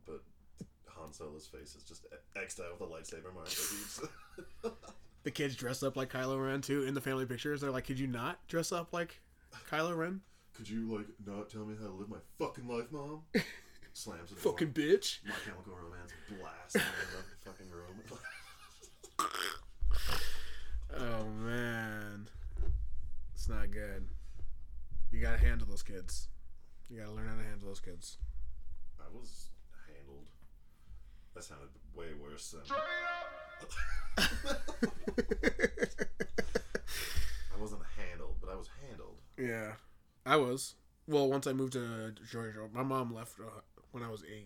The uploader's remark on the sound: Ignore the sound quality, its our first episode back and we are in the process of settling in!